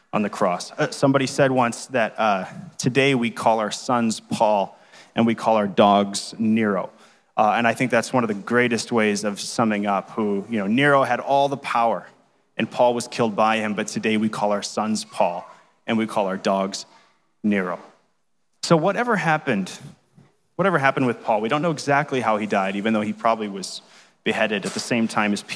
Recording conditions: live audience